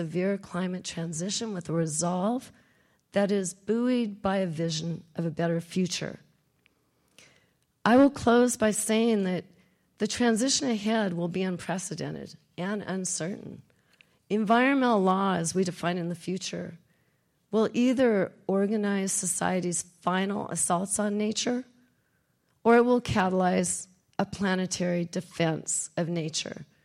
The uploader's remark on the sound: Recorded at the University of Oregon.